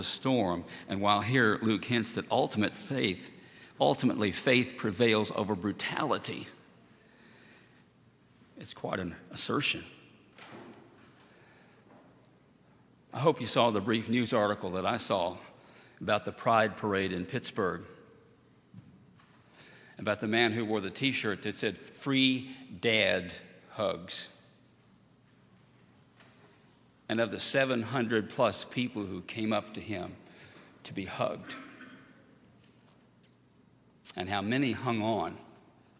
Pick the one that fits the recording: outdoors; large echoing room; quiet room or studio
large echoing room